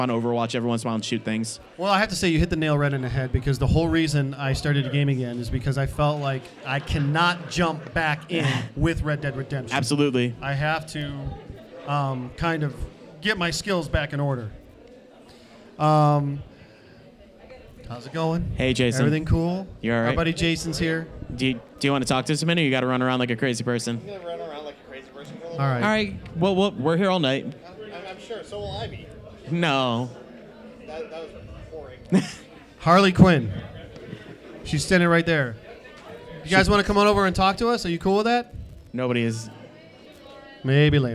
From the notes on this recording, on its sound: Live from Carol &amp; John's Comic Shop in Cleveland for FCBD 2018! Live from Carol & John's Comic Shop in Cleveland for FCBD 2018!